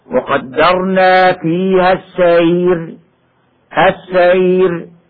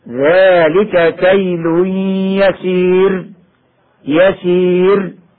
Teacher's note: ترقق الراء الساكنة لأجل الوقف إذا وقع قبلها ياء ساكنة، سواء كانت هذه الياء حرف لين أم كانت حرف مد، وسواء كانت مفتوحة أم مضمومة.